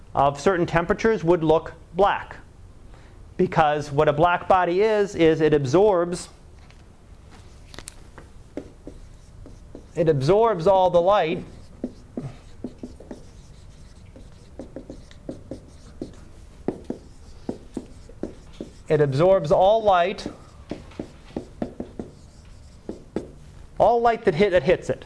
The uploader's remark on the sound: Live Class Lecture